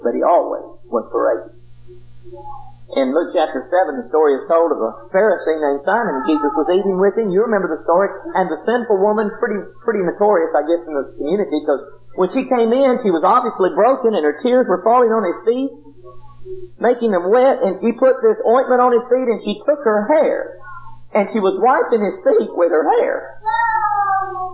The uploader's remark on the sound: Preached this lesson at the Helton Drive congregation in 1997.